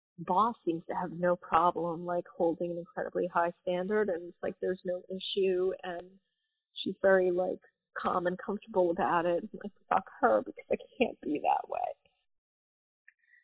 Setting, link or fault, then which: link, phone line